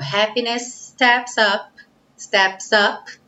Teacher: Também temos S no fim de happiness S no começo de steps, juntamos tudo num S só um pouquinho mais longo.